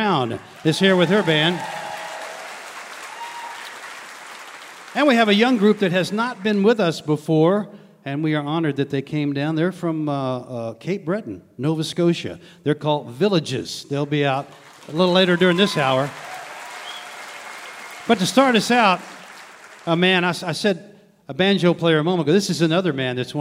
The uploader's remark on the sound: This episode was recorded on May 7th, 2023 at Peoples Bank Theatre in Marietta, Ohio.